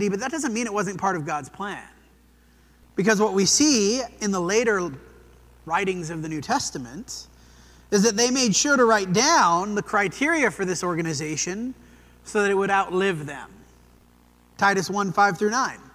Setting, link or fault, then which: setting, large echoing room